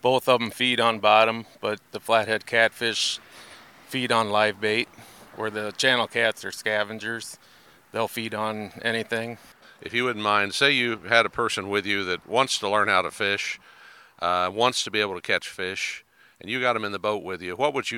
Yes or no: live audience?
no